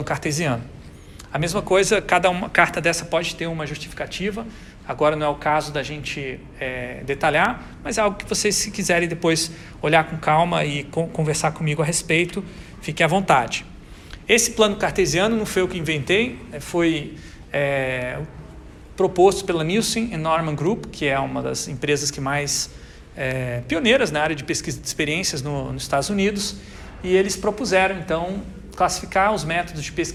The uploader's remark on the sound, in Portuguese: Grava��o realizada na disciplina Metodologia da Pesquisa do curso de Tecnologia em Design Gr�fico da UTFPR.